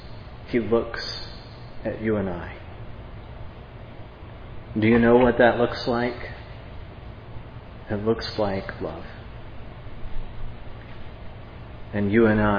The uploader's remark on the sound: preached at Providence Church on Sunday, July 31, 2022